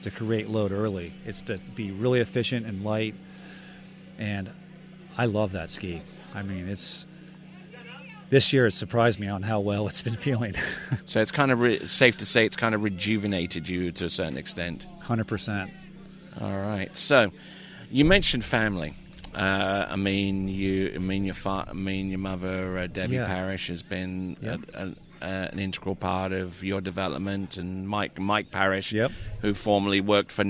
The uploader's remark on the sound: This was recorded at the recent Syndicate Hilltop Pro-Am Slalom Tournament.